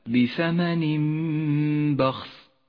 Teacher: يقلب التنوين إلى ميم، هذه الميم تحتاج إلى غنة زمنها حركتان، هكذا بثمن بخس، والباء هو حرف الإقلاب الوحيد.